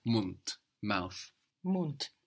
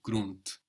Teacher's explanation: OU to U and TH to D. But the D being on the end of the syllable is being pronounced hard